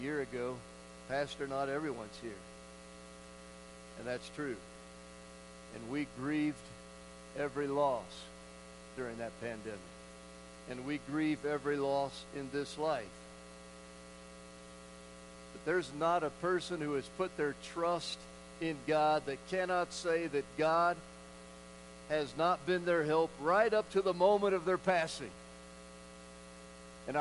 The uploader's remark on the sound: Woodland Life Church Live